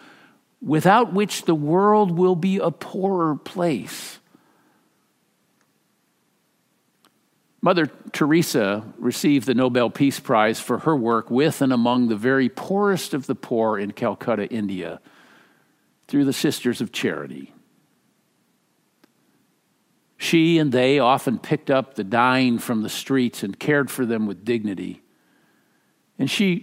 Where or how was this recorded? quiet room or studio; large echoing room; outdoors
large echoing room